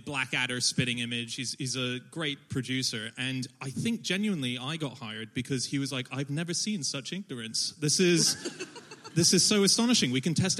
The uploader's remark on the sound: Live onstage at the London Podcast Festival.